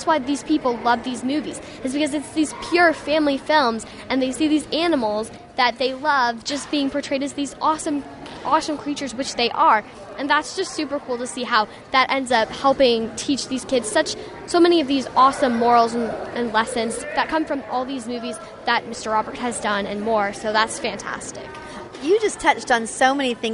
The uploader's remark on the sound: we go live to the Red Carpet Film Premiere